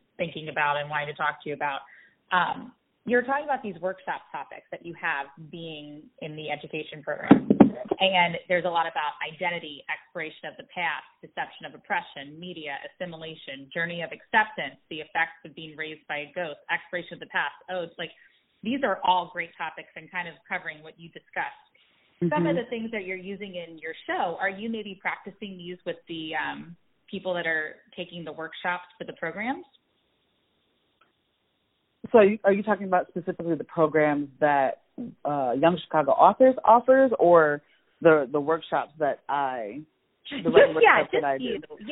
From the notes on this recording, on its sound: joins the podcast via phone